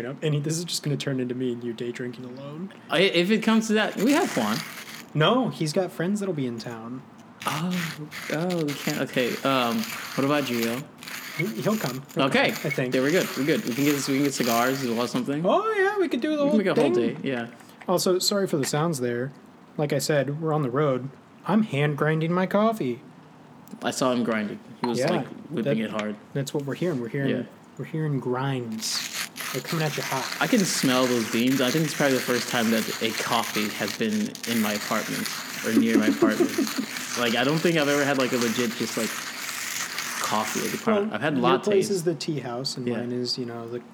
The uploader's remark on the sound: Two friends drink some coffee & tea, but it's outside this time!